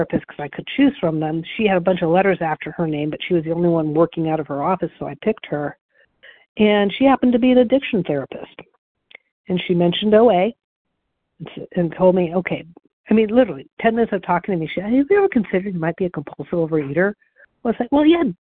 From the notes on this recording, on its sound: the 100 Pounders Phone Meeting